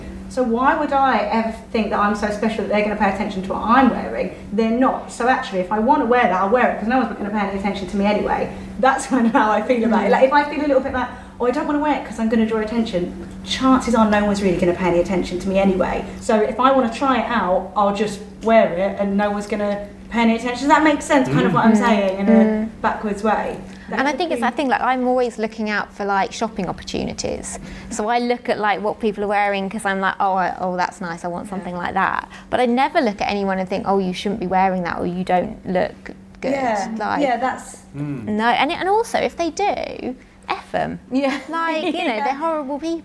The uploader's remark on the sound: Following Wobble Live at Byrdie HQ in Central London. Wobble listeners and Byrdie super fans asked questions.